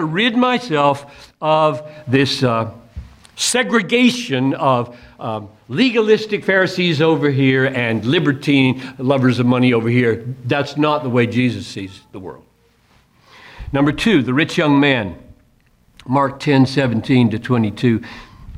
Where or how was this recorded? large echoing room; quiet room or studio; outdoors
large echoing room